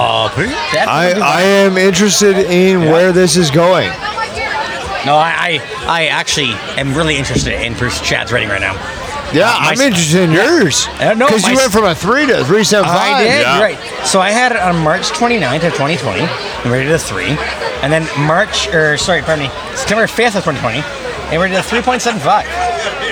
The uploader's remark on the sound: We hope you enjoy the environment as live music plays in the background throughout the podcast.